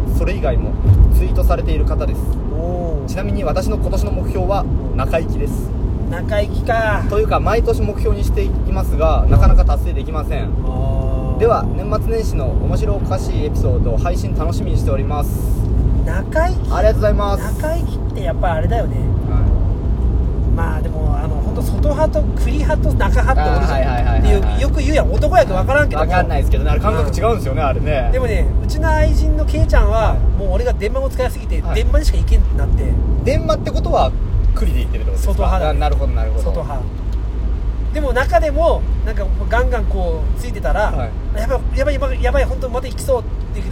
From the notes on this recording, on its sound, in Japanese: 遠方に向かう営業車の中で連休中の話をしております。